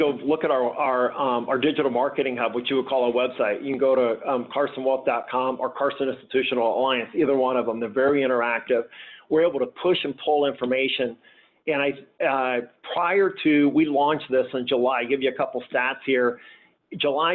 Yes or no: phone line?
yes